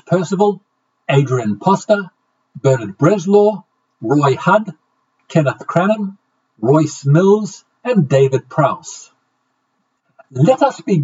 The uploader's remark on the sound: My apologies for the sound quality of all the episodes this week. There was an equipment failure and, after recording each episode three times to try and fix the issue I was left with the option of pausing production or stitching together the best takes.